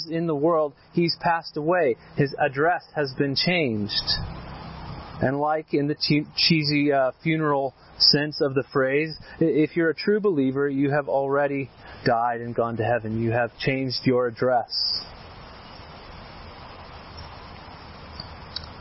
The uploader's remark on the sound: This sermon was preached at our annual outdoor worship service and picnic on the Chrystal River.